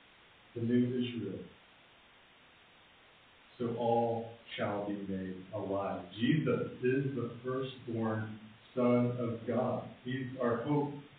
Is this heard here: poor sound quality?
yes